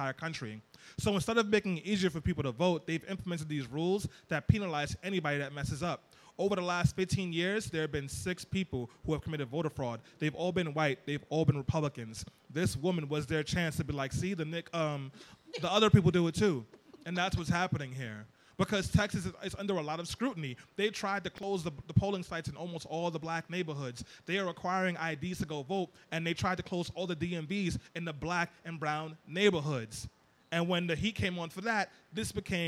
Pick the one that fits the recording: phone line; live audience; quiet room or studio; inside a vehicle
live audience